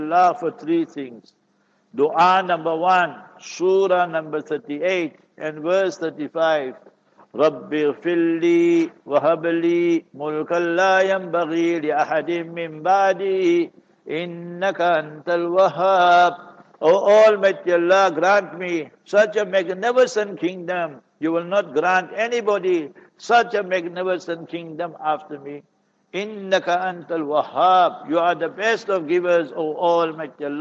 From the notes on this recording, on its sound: Jumah Lecture at Verulam Masjid